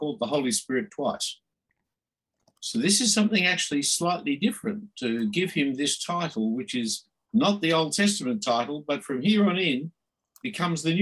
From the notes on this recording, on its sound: this term was online via Zoom